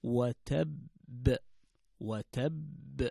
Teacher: اجتمعت القلقلة مع حرف مشدد